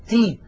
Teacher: خرجت التاء المكسورة بالتباعد بين طرفي عضو النطق